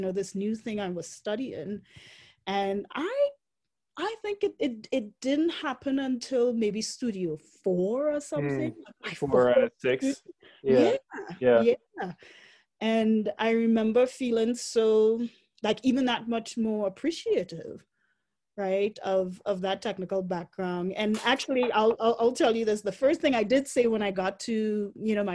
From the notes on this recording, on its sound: joined via Zoom for a conversation